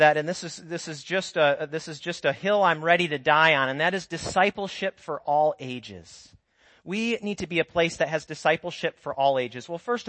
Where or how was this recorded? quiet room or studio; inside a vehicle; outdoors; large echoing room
large echoing room